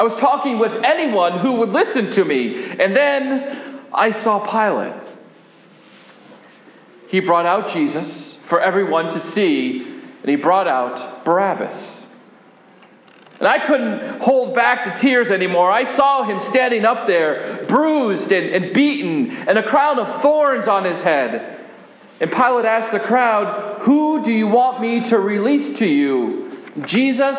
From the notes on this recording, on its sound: This sermon was preached at Faith Lutheran Church Gardner, MA.